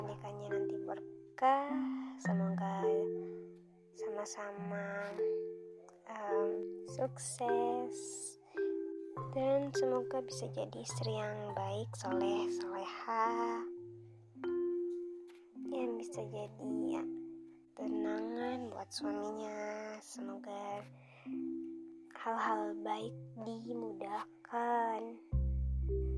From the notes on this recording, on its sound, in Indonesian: sedikit ada noise suara ya